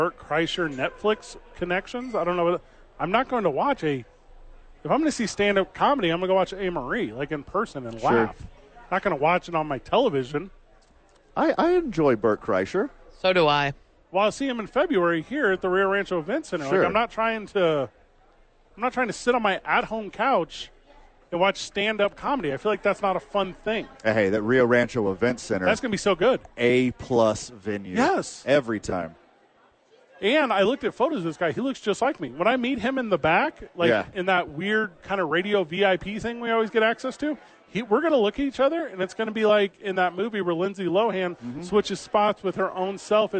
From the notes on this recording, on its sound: THE BOIS ARE LIVE AT SADIES!